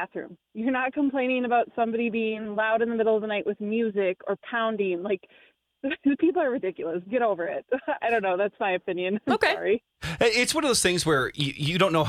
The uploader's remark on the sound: Let's Take Some Calls